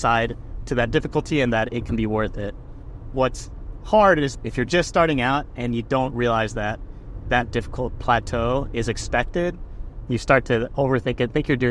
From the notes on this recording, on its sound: I recorded in the car